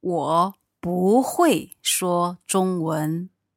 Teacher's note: You change the bu into second tone.